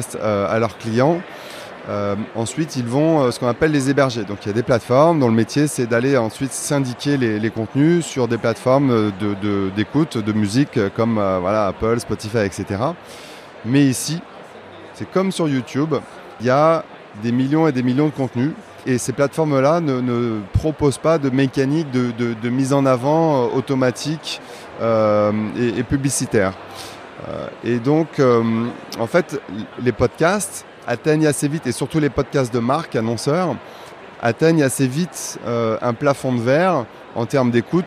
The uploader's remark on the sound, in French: Episode spécial enregistré live au Podcast Show 2023 de Londres. This is a special episode of 2goodmedia recorded at the 2023 Podcast Show in London, which is the largest international podcast industry festival in its second edition. Enregistrée lors du London Podcast Show.